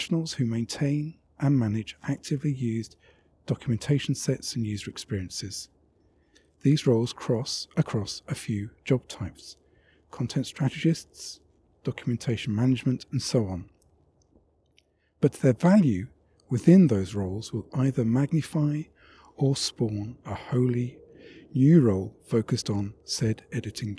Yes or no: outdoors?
yes